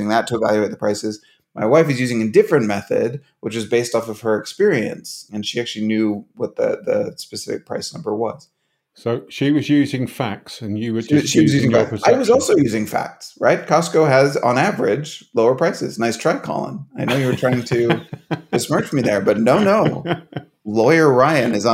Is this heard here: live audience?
no